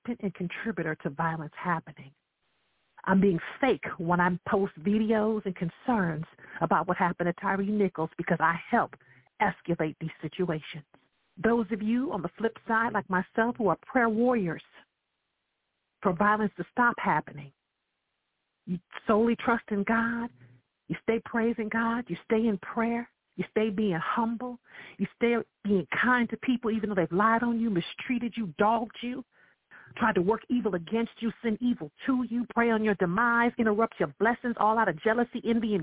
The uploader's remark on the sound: I welcome live callers to dial